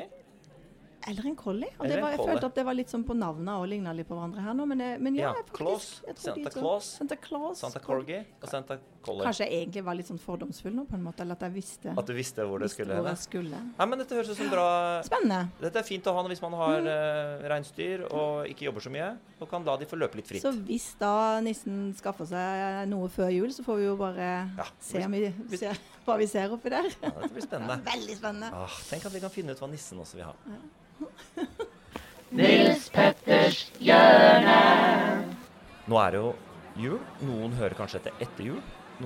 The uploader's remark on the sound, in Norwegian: Live julespesial fra Acast sitt studio i "Jul i Vinterland" midt i Spikersuppa i Oslo.